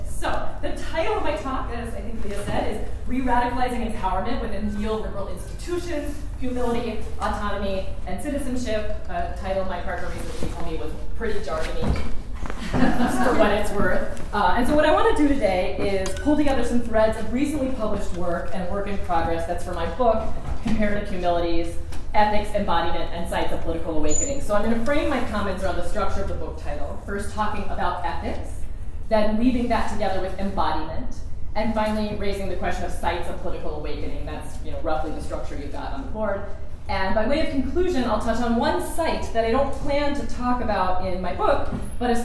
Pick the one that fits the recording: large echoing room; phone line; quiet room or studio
large echoing room